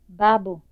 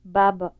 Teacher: minimal pairs contrasting the high back vowel and the low central vowel